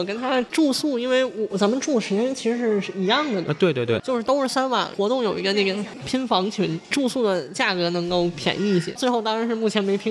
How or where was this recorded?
busy venue